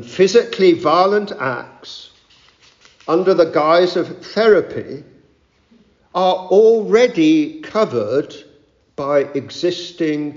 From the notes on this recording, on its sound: Addressed the recent 'Protestant Conference' meeting in central London on this vital theme.